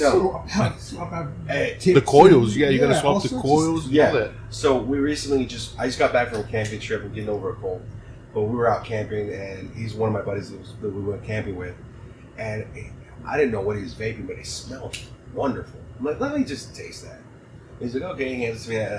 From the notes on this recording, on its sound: ZAZ Studios goes remote as we record this week’s episode inside a train car at The Train Car, in Big Spring Texas.